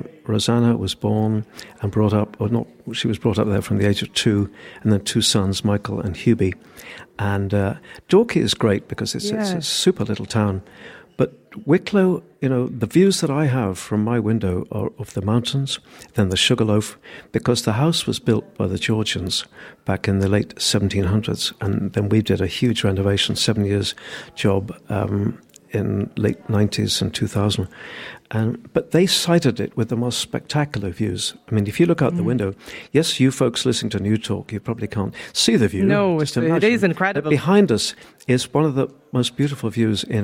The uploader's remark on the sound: As Newstalk's Summer Tour continues, Lunchtime Live was LIVE from the Powerscourt Hotel & Gardens in Wicklow.